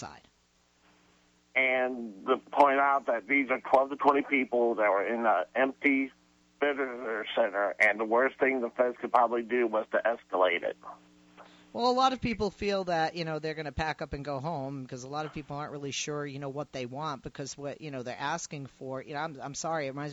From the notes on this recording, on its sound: In our open phones hour